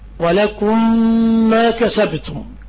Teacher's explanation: تضغم الميم الساكنة إذا كان بعدها ميم، ويسمى إضغام، إضغام مثلين صغير